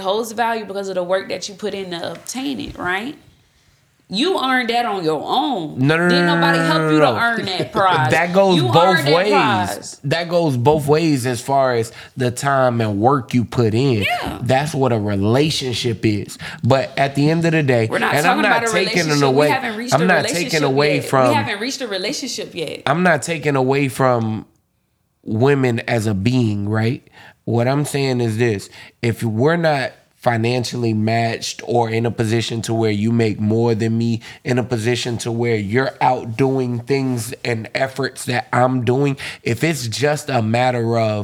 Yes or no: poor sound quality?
no